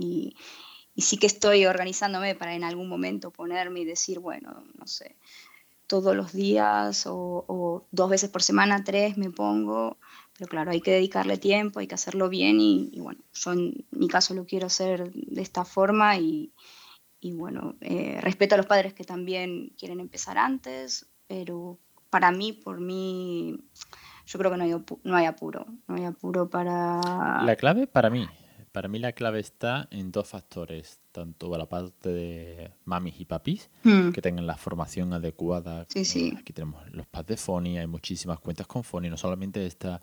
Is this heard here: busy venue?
no